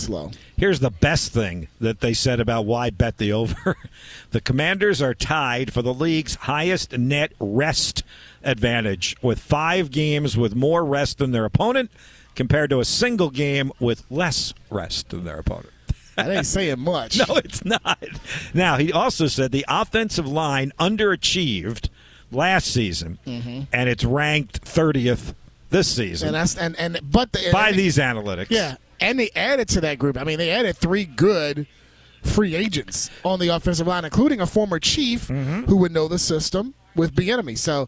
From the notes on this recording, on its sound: live from Colonial Downs